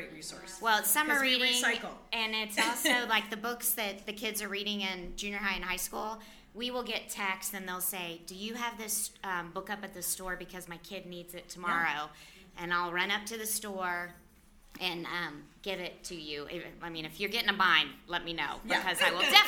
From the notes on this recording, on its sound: We had local small business owners, former guests from the show, members of the press and our friends who came out to celebrate. Our live recording from the event that was sponsored by Swoozies.